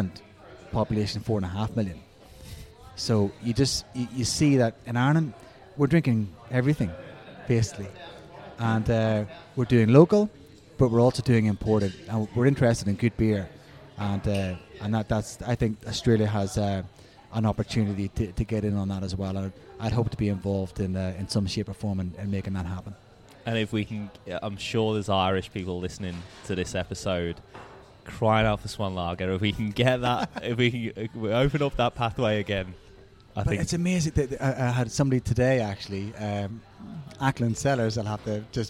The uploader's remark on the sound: The episode was recorded at Beau Kitchen & Cellar